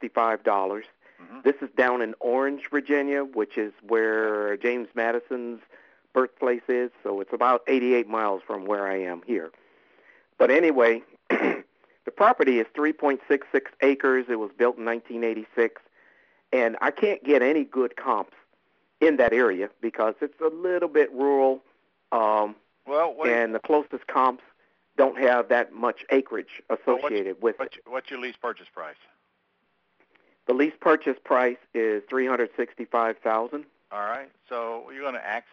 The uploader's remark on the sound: Q&A Call